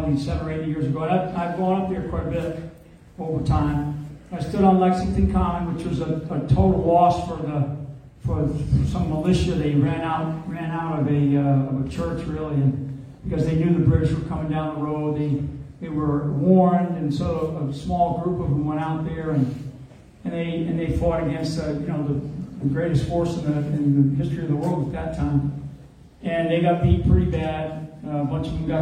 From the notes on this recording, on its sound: LIVE from Tulsa